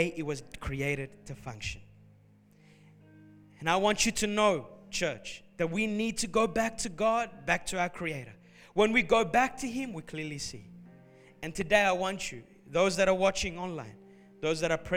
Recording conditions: large echoing room